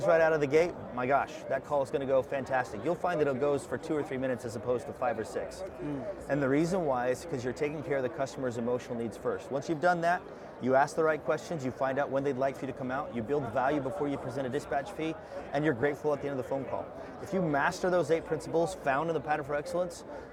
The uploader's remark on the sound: sat down with us at Service World